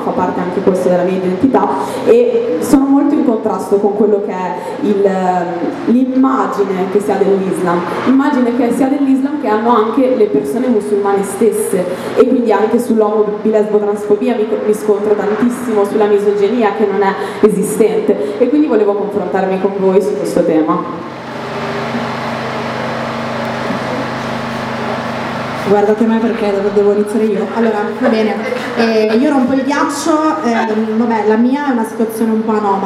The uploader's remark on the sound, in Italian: Si tratta di un festival tenutosi a Milano. Abbiamo avuto la bella opportunità di gestire un episodio dal vivo.